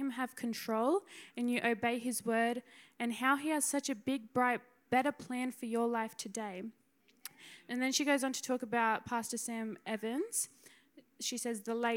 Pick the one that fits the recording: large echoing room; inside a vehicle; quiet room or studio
large echoing room